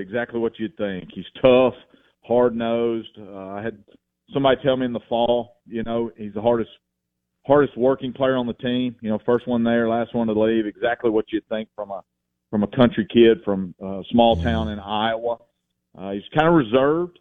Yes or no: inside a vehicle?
no